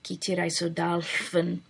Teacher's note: a barred L, a fricative L sound